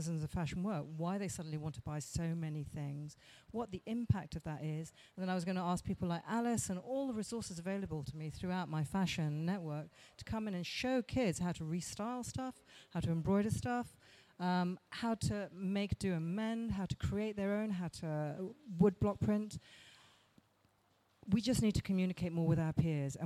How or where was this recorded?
busy venue